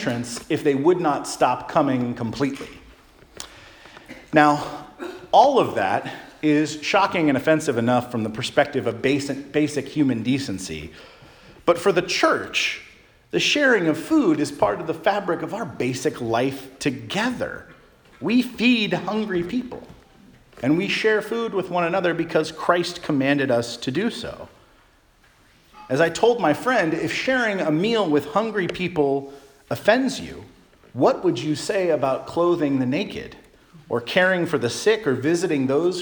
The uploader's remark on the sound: Charles Anglican Cathedral, Bremerton, WA.